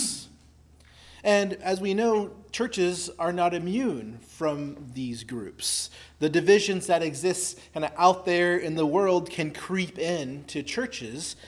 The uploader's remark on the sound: preached at Christ Our Savior Baptist Church on Sunday, August 13, 2023